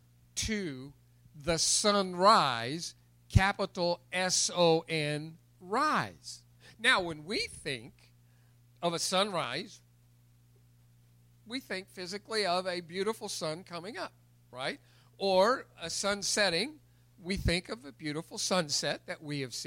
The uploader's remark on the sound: recorded April 4, 2021 at Open Bible Church in Lawrenceburg, KY